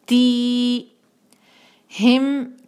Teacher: ती का कसरा बारीक और कसरा के बाद या साकिन दो हरका